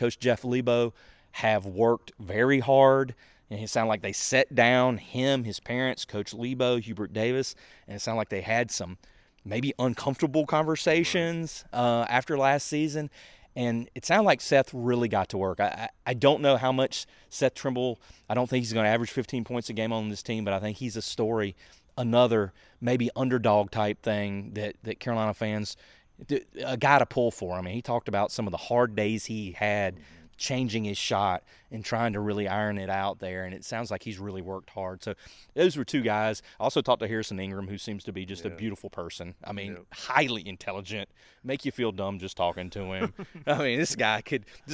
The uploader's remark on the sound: On Location at UNC Basketball Media Day.